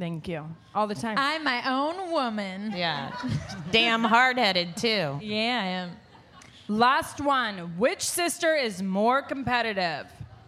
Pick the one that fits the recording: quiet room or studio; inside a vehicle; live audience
live audience